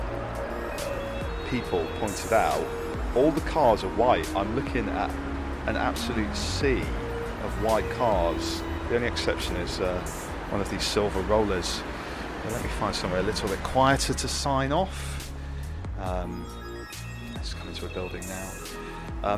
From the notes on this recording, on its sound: Record some on the hoof meanderings while I criss-crossed the Uzbek capital of Tashkent with some fellow fans of Soviet modern architecture and design. Then we head out of town to see the weirdest thing I've possibly ever seen - a USSR science project helmed by a 20 storey high sunscope on a mountainside in the desert.